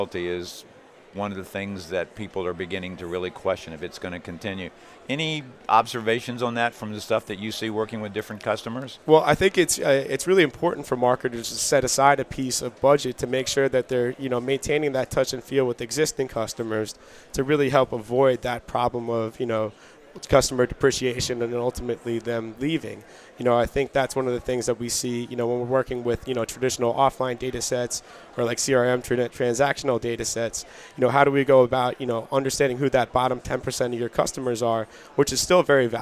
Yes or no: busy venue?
yes